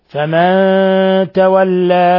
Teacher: نون ساكنة جاء بعد حرف التاء، الحكم التجويدي إخفاء حقيقي